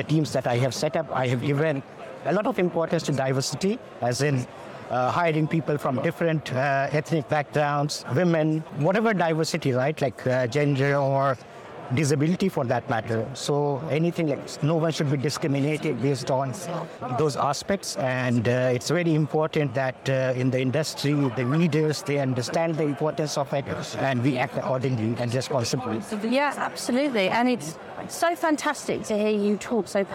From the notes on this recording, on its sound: live from FIX Trading Community EMEA Trading Conference